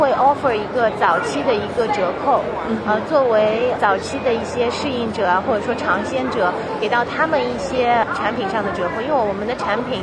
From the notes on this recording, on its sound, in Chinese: 在1月8日-11日的 CES全球电子消费展上。我在 AstroReality的展位上现场采访了她。